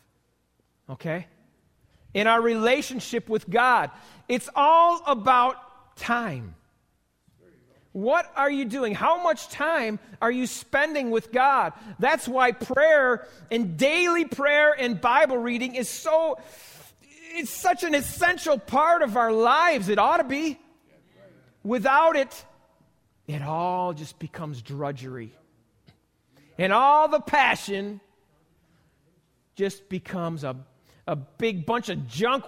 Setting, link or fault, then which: setting, large echoing room